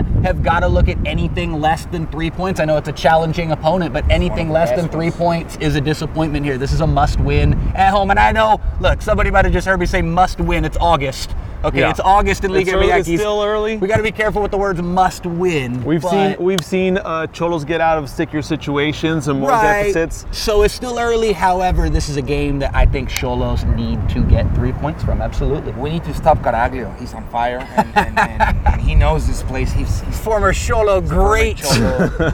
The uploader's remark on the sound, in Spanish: Nos fuimos al Estadio Caliente a platicar.